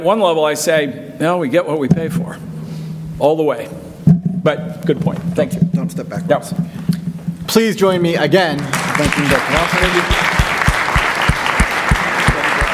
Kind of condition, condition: setting, live audience